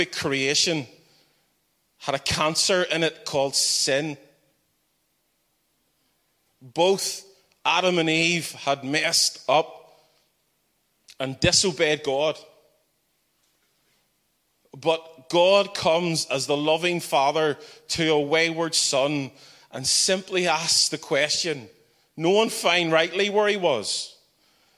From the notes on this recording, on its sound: the final keynote of our Regular Joes Conference